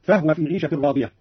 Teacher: أسكن الهاء أيضا قالون